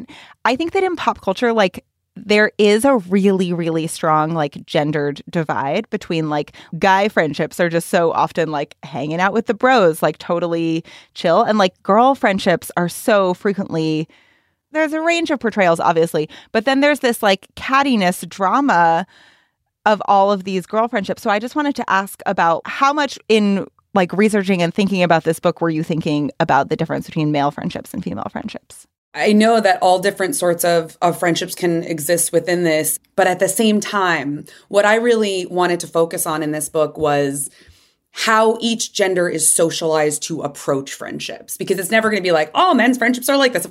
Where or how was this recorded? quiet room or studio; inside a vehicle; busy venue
quiet room or studio